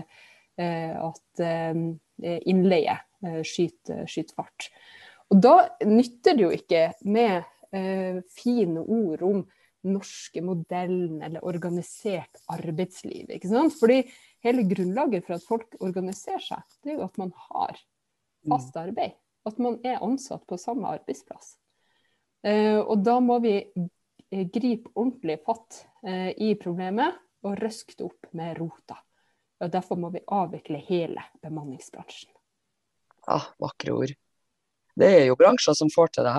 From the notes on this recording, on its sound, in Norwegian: Denne podepisodem blei tatt opp på Zoom